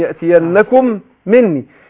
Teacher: بعدها يأتينكم مني، يبقى الميم أدغمت في الميم، يأتينكم مني، ميم يأتينكم أدغمت في مني، في ميم مني، فأصبحت إيه؟ ميم واحدة مشددة